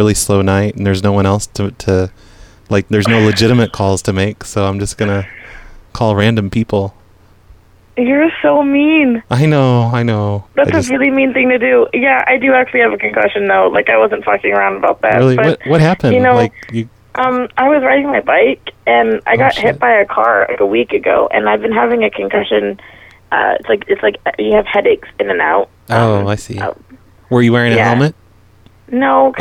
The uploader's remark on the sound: RBCP's Personal Prank Phone Calls Collection